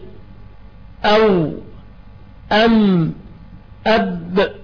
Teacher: ومخرج للواو والباء والميم وتخرج من الشفتين، أو أم أب، يعني الواو والباء والميم حروف متجانسة شفتين